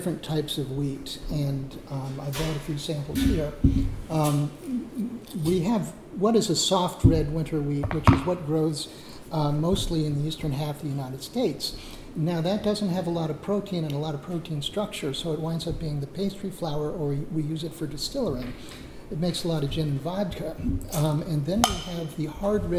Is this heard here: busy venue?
yes